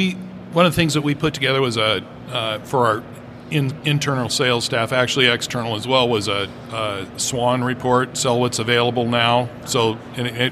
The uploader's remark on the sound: Live from HPBExpo 2022.